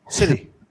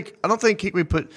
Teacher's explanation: I'm saying D's. I think I'm putting D's in there.